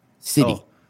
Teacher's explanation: Michigan people don't say the T. · Term: Michigan D